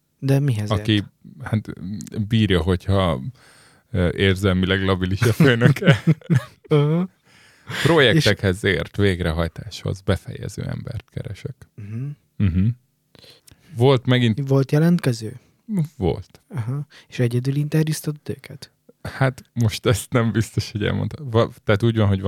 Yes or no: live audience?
no